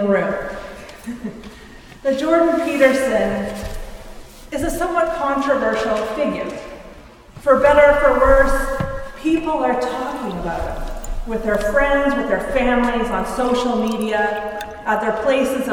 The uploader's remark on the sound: A conversation held at Timothy Eaton Memorial Church in Toronto